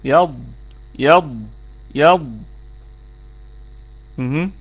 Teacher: والضاد من حافته يعني من حافة اللسان من ناحية اليمين أو الشمال